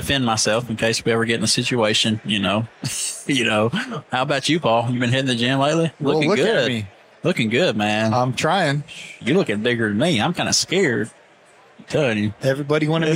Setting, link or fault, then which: setting, busy venue